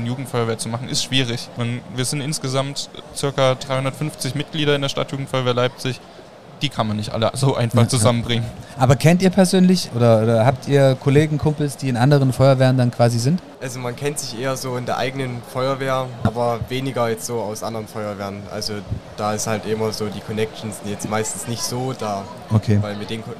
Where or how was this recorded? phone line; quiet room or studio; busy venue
busy venue